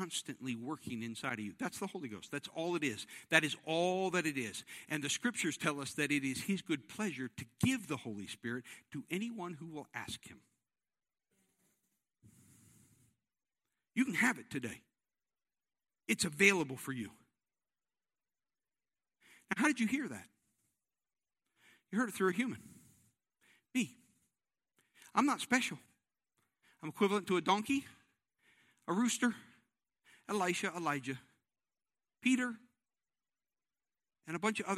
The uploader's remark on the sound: This service was recorded live on Sunday, August 1st, 2021 at Newark United Pentecostal Church.